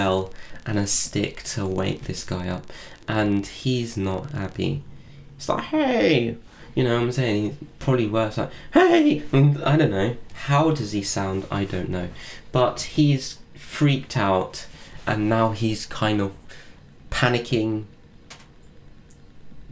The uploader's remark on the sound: Sorry about the scratching noises. I think i need to clear up some space on my computer to help my DAW work better.